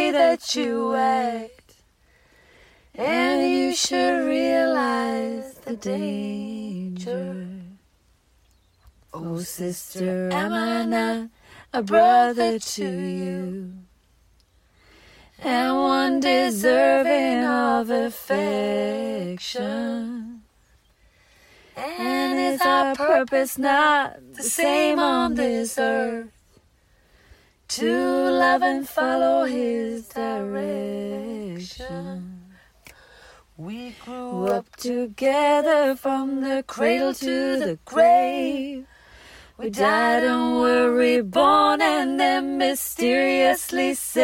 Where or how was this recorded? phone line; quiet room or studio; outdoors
outdoors